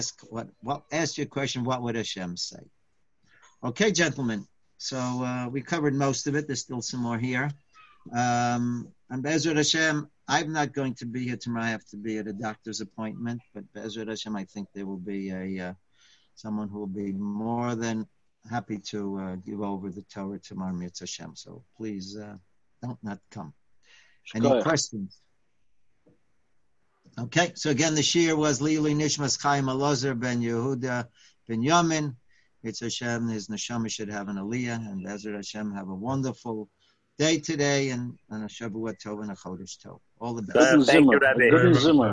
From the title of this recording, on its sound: Live On Zoom